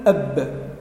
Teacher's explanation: تأتي بالهمزة ثم بالحرف المطلوب ساكنا. إذا أردت أن تعرف حرف الباء تقول أب، فالضغط أين يكون؟ في الشفتين